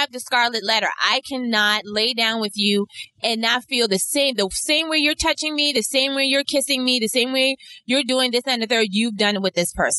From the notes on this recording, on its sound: In the car through the rain going back to Atlanta.